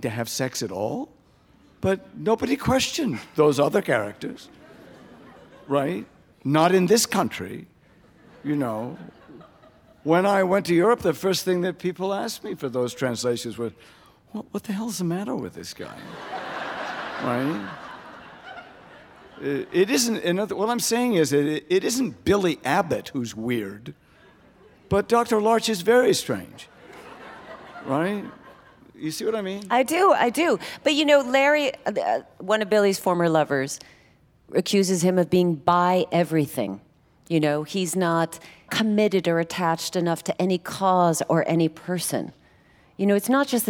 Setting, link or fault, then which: setting, live audience